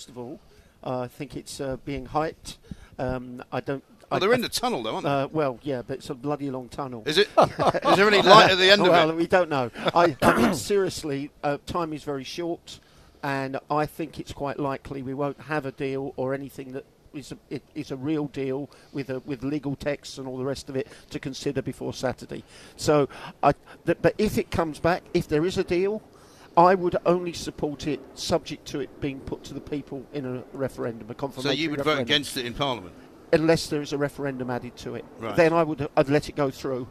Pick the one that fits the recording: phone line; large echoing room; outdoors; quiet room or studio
outdoors